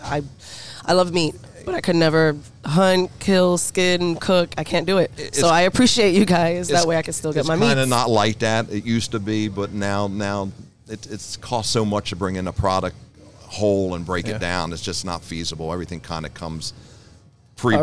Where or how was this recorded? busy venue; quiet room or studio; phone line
busy venue